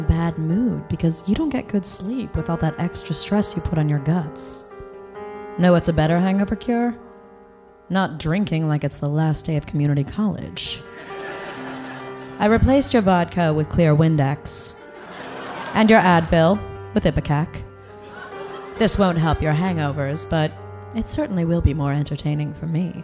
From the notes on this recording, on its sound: Live in LA at Largo.